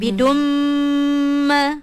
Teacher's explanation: Dhammatain berjumpa dengan huruf mim. Dia akan jadi idgham ma'al gunnah ataupun kita panggil dia sebagai wajibul gunnah pun boleh. Sebab mim ada tanda tasydid, dia panggil dalam kategori wajibul gunnah.